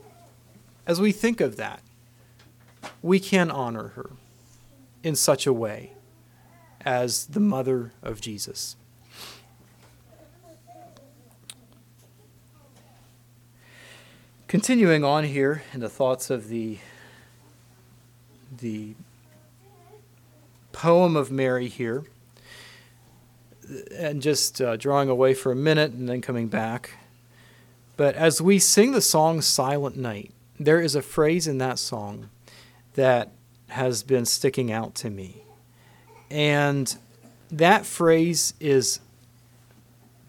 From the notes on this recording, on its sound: Christmas message preached at Word of Hope